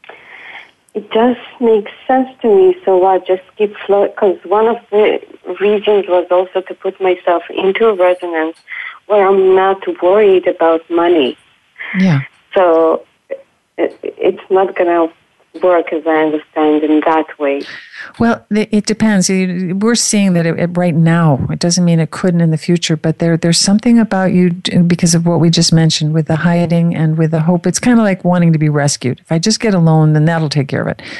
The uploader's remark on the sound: We are opening up the phones lines today to take calls